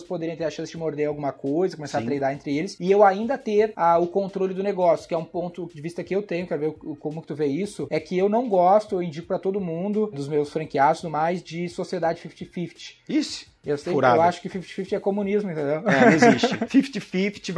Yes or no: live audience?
no